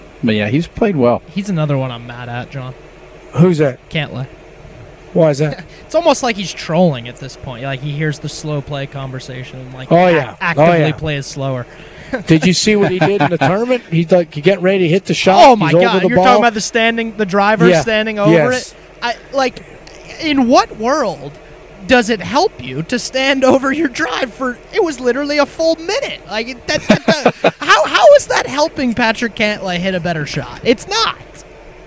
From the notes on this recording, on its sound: LIVE from Terry Thompson Chevrolet!